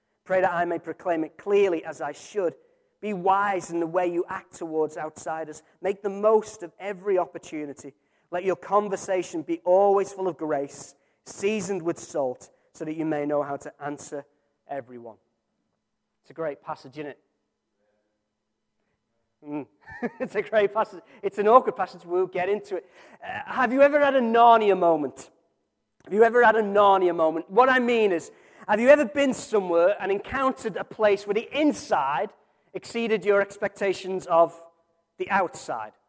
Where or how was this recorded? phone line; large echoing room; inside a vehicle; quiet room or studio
large echoing room